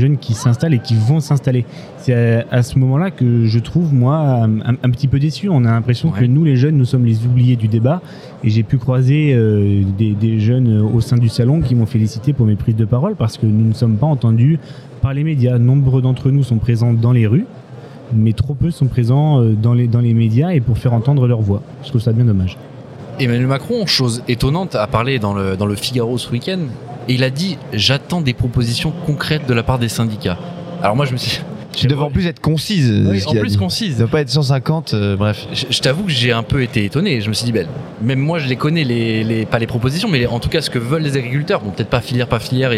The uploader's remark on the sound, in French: Cette semaine nous avons enregistré un épisode spécial au Salon International d'Agriculture.